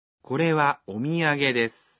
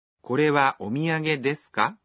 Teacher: Когда мы задаем вопрос по-японски, мы не меняем порядок слов. Мы просто добавляем частицу «ка» в конце предложения и произносим его, повышая интонацию. · Shown in: second take